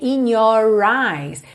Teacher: Aqui ele não tá falando your, porque ele já tá juntando no eyes.